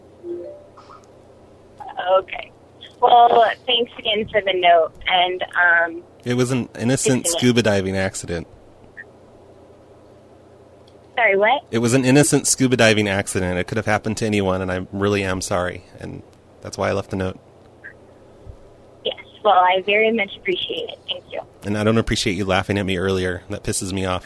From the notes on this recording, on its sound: Personal Prank Phone Calls Collection